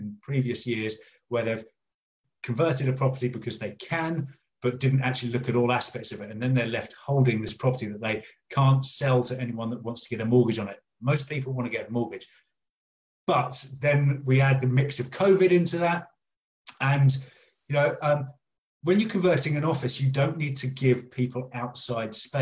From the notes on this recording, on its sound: some recent facebook live recordings